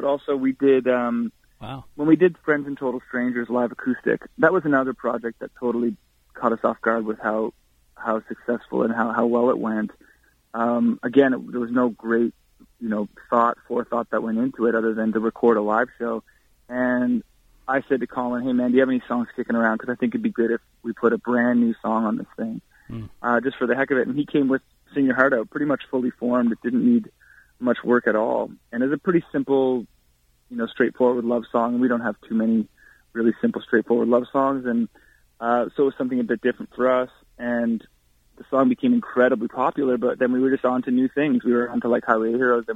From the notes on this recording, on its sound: called